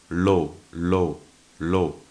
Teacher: The mantras in analogical resonance with the rotation would be composed, of course, of the letter L, as we have seen that it corresponds to the movement of the tip of the tongue in a circle, together with the vowel O, as the mouth adopts a circular position